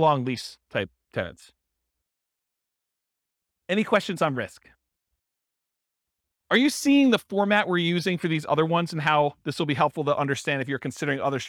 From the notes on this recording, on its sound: This was a live class recorded